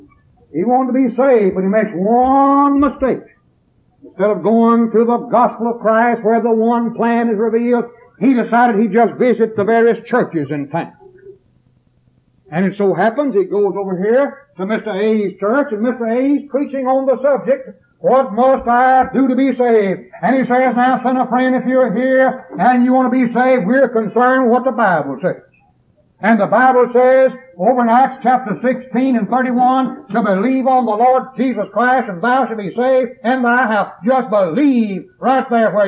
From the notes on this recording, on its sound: preached this sermon at East Columbus church of Christ in Columbus, MS on September 7th, 1981